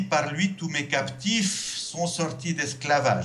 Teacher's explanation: the S at the end of captif will actually end up being part of son, mm-hmm. as opposed to being its own own sound.